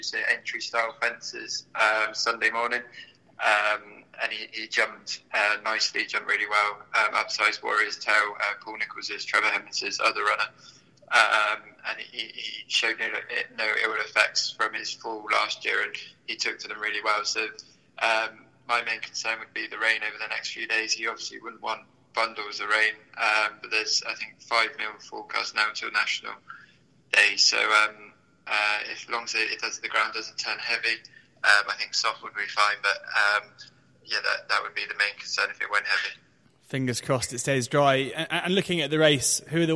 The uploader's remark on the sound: call in from Taunton and Barbados respectively